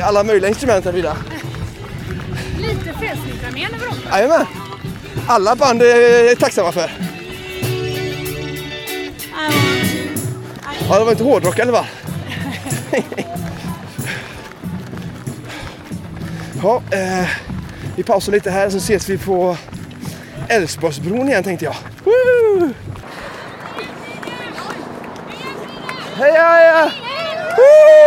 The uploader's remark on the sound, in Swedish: Göteborgsvarvet live.